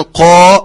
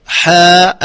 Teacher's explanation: إذن قا مفخمة حاء مرققة، إذن إذا جاورت حرفا مستعليا فهي تفخم، وإذا جاورت حرفا مستفلا فهي ترقق، إذن فلا توصف بترقيق ولا بتفخيم إلا بحسب ما تقدمها من الحروف.